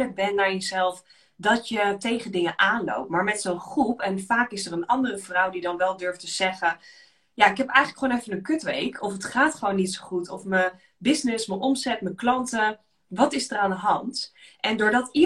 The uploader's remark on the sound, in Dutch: Insta live opname.